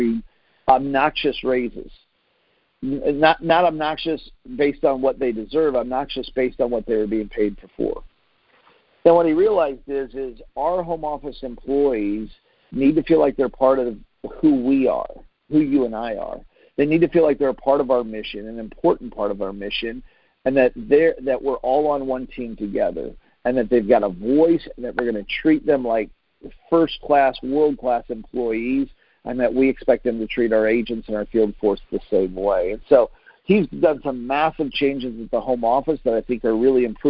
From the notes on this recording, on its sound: Team Freedom conference call on 6/28/19.